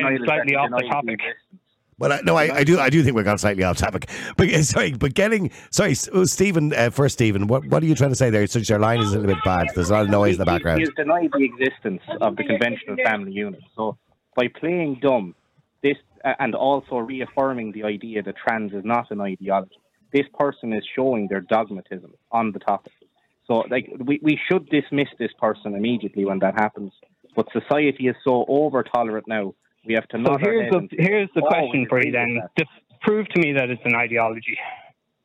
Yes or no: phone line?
yes